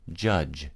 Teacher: Note, this is not D-Z-Z. The sound J is the voiced cognate of Ch, meaning it's made in the same place, manner, but has voicing from the vocal folds vibrating.